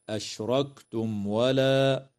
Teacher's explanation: وإظهار شفوي للميم الساكنة